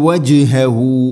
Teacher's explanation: ജീം ഖൽഖല ചെയ്യണം, ശരിക്കും കേൾക്കണം